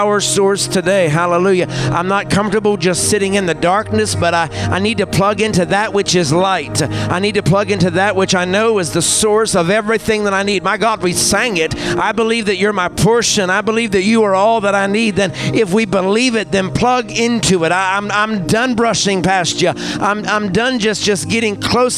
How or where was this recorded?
large echoing room